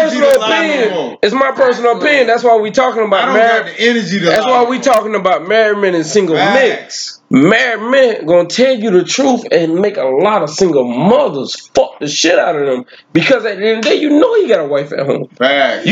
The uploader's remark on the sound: Although Technical Difficulties occurred with the Audio, We kept recording. We kept pushing and discussing throughout the issue until it was fix at 26:06.